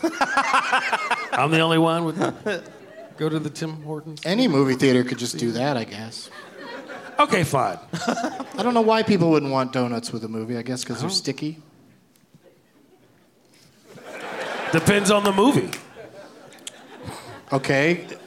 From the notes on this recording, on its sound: Live from the Rio Theatre in Vancouver BC